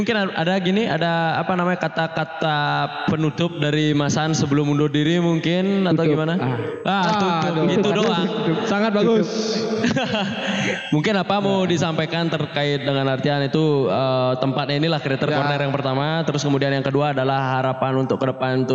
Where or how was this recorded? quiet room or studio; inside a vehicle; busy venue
busy venue